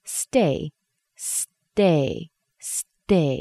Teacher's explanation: Nice soft T sound, really similar to a D.